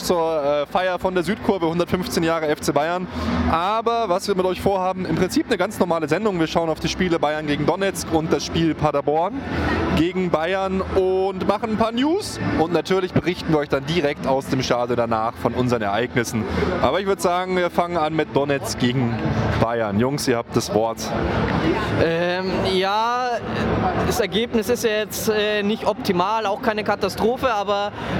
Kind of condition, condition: setting, busy venue